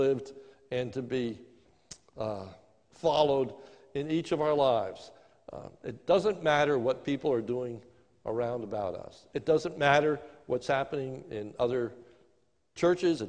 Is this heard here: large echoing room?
yes